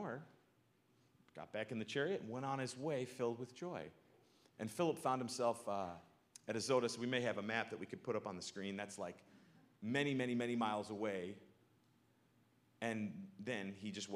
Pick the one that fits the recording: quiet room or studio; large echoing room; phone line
large echoing room